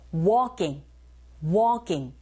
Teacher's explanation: 주의하실 건 L이 묵음이라는 거.